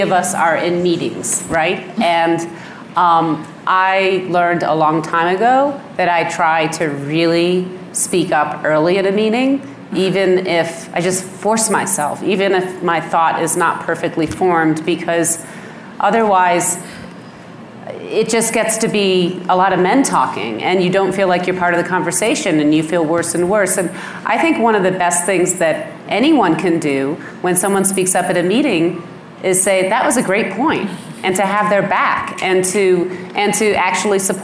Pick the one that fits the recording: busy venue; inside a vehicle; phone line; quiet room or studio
busy venue